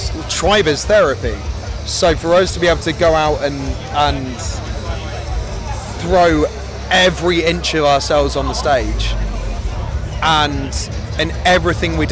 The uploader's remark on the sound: Bloodstock 2023 Interviews